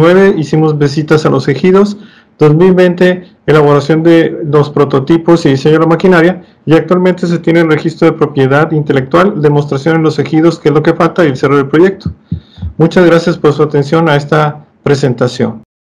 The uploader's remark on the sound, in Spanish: Los audios fueron tomados de diversas fuentes, por lo que la calidad y el volumen del sonido pueden variar.